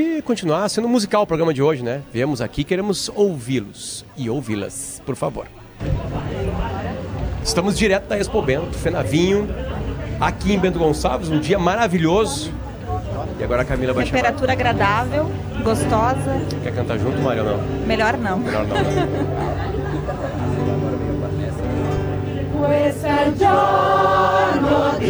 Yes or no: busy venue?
yes